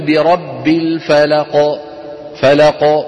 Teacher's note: لأنه ليس بعد الحرف المقلقل شيء، فيخرج مرتاحا · Term: قلقلة كبرى